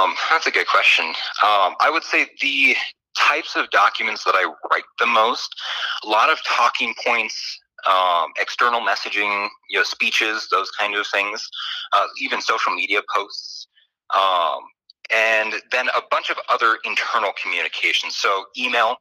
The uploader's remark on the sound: Via telephone.